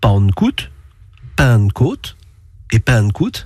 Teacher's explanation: la nasalisation de la syllabe initiale et la voyelle de la syllabe pénultième, l'avant-dernière